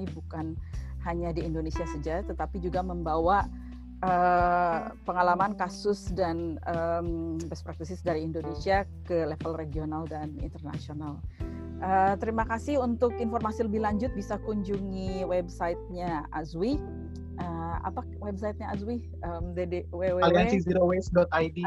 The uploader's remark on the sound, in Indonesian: Webinar bersama 3 anggota AZWI sebagai panelis.